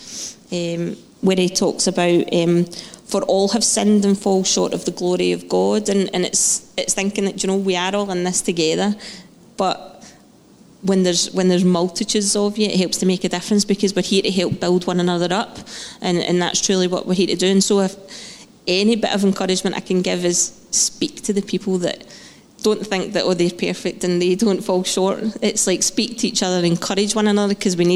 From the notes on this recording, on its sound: Live podcast from Testimony Sunday.